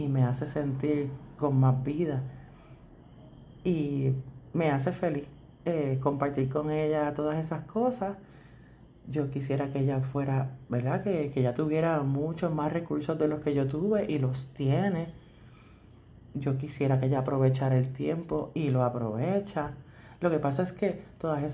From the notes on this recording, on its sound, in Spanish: Disculpen el audio, tiene un poco de ruido de mi perrito.